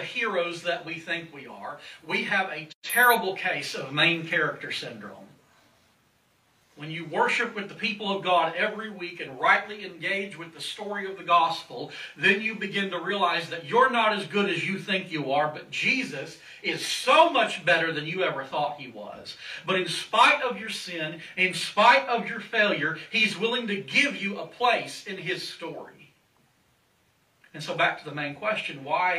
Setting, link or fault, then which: setting, large echoing room